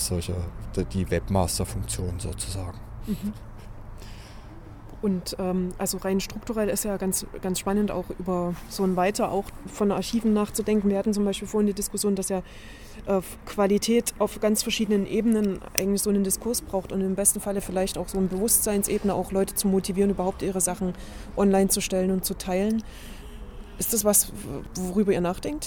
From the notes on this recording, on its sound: The interviews were recorded at the the annual meeting of the Bundesverband Freier Radios (BFR) in Potsdam in November 2014. The interviews were recorded at the the annual meeting of the Bundesverband Freier Radios (BFR) in Potsdam in November 2014.